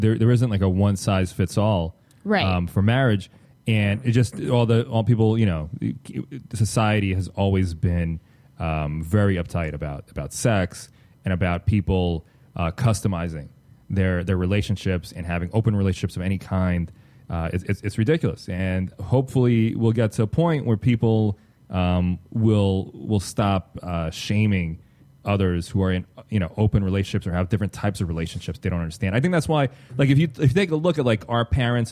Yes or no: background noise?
no